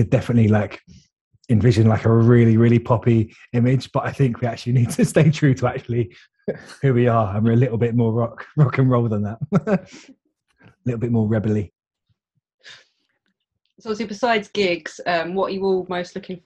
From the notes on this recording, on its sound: Recorded via Zoom